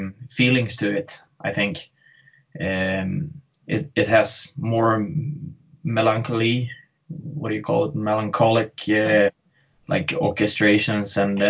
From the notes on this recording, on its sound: skyped